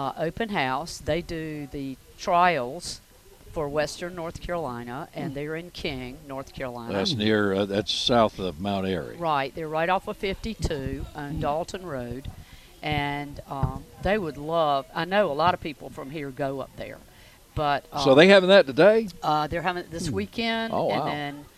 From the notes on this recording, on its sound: broadcasting live from Campbell Road Nursery